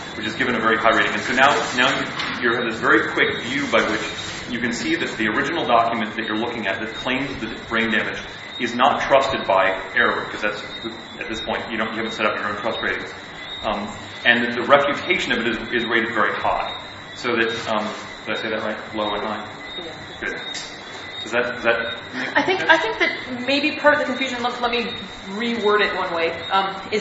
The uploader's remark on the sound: a talk they gave at the 2002 Mind States conference that was held in Jamaica